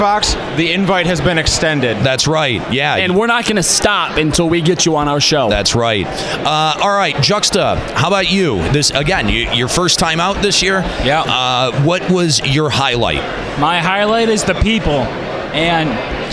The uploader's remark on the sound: Limit Break Radio keeps their convention coverage rolling with Day 2 from out at The Paris in Las Vegas, Nevada for the Final Fantasy XIV Fan Festival. Live reports from the convention floor.